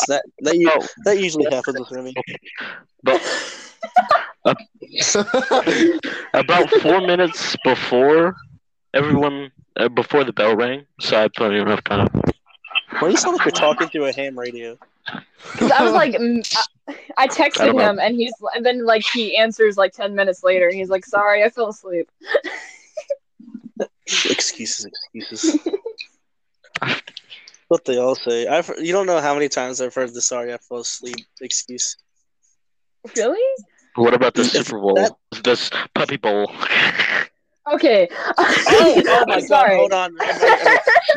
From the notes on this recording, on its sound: Audio might be a little bad